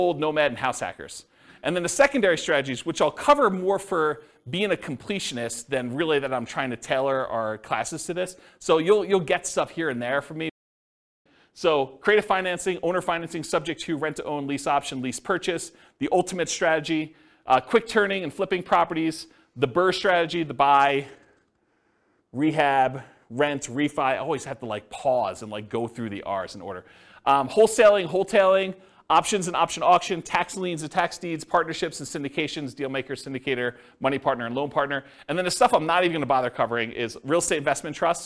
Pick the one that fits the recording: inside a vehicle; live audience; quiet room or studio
live audience